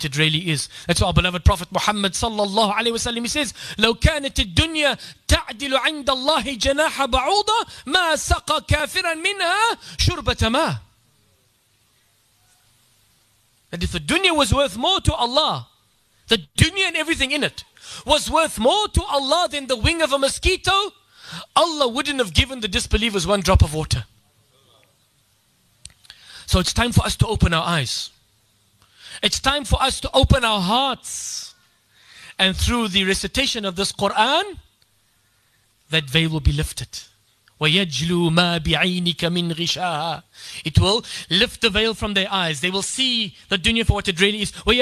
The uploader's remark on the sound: delivered this beautiful talk at Yusuffeyah masjid's annual khatam al Quran program